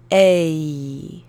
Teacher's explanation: trzeba zacząć na dźwięku E i przejść powoli na dźwięk I, czyli razem brzmi to EI.